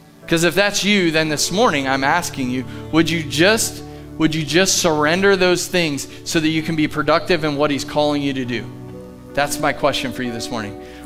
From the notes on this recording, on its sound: Live from The Summit Church in Dover, OH